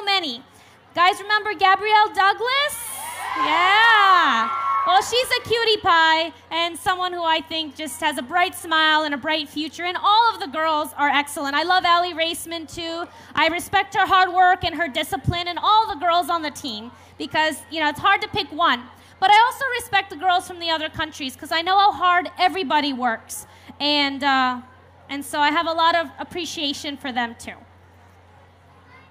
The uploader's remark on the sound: on the Family Storytelling Stage at the 2012 Library of Congress National Book Festival